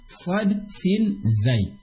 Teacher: Sifat safir adalah suara yang keluar di antara celah gigi seri atas dan celah gigi seri bawah. Artinya di antara celah gigi seri atas dan bawah.